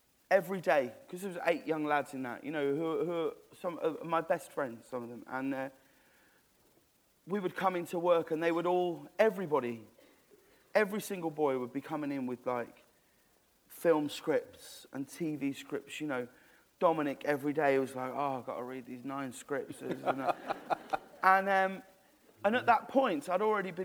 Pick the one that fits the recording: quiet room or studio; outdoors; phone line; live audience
live audience